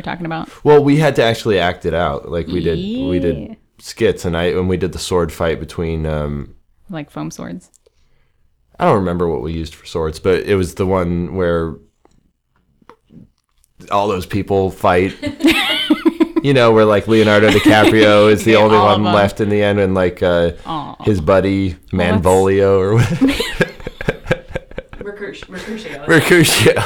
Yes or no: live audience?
no